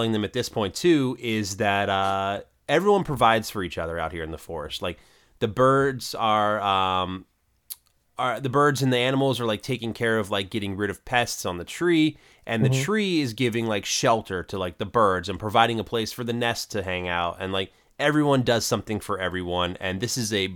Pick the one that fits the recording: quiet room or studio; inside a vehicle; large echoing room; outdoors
quiet room or studio